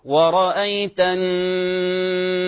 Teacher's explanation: نون عليها شدة الناس فتغنوا بمقدار حركتين يعني صوت جميل كما يعرف الغنة صوت جميل.